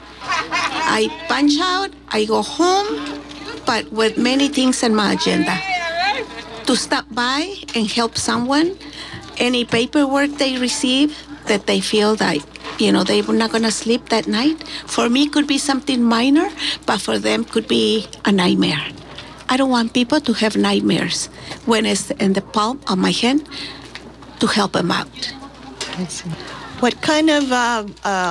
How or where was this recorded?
busy venue